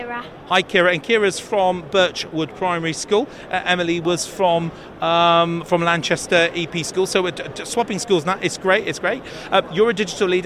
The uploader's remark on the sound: NetSupport Radio LIVE show from stand D120 at BETT2018. The equipment that we use costs less than £3,000.